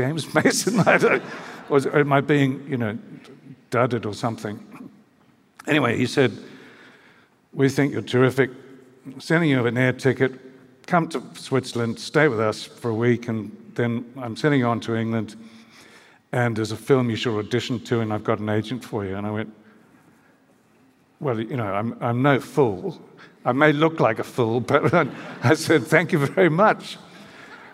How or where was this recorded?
live audience